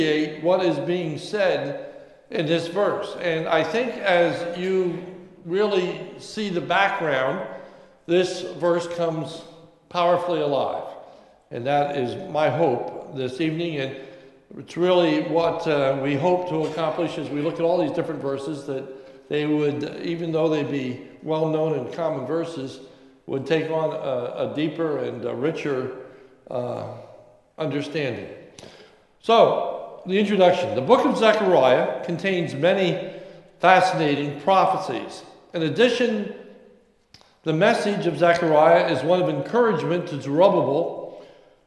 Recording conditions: large echoing room